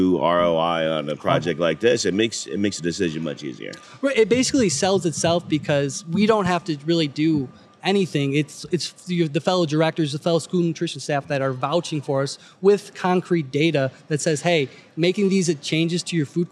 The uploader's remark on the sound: Live from the 2023 SNA Annual National Conference. Live at the 2023 School Nutrition Association Annual National Conference.